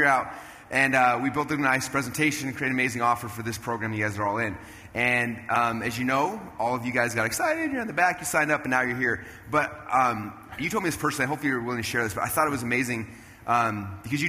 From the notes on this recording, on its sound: Replay of a special conversation I had on stage at a Traffic Secrets event